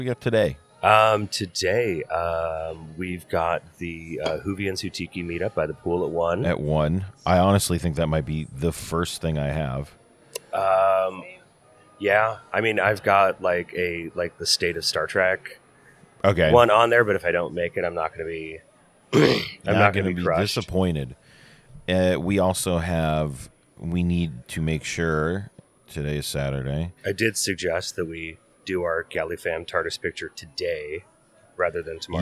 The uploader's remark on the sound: LIVE from the lobby of the LAX Marriott. We hope everyone is having a lovely con.